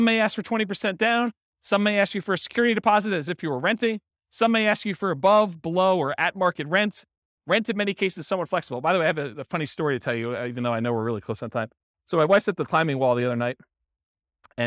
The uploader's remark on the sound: Real estate investors and real estate entrepreneurs in Durham, North Carolina. This was a live class recorded.